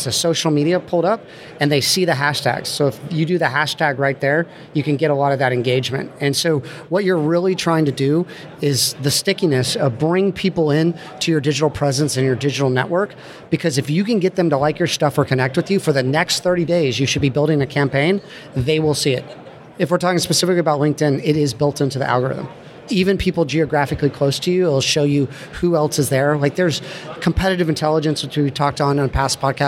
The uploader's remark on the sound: Recorded live. Podcast pavilion.